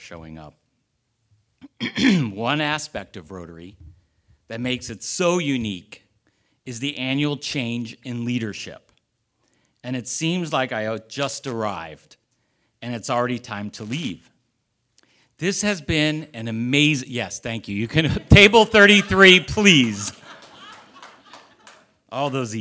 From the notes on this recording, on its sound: The live recording from the Roast.